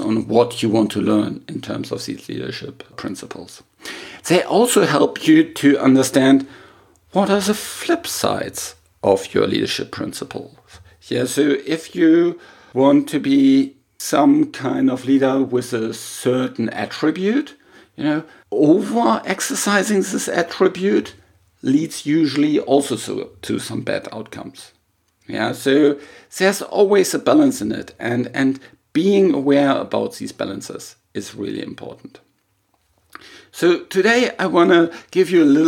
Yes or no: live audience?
no